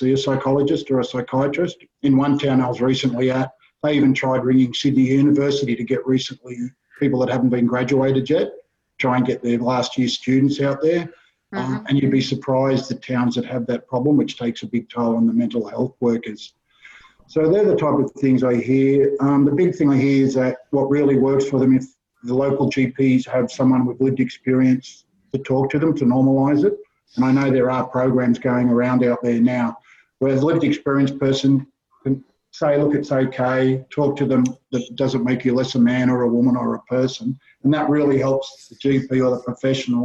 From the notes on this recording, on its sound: In this podcast, based on a recent webinar, our panel discusses.